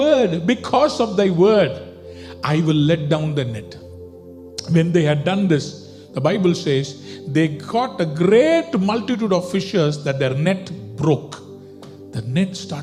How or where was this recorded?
large echoing room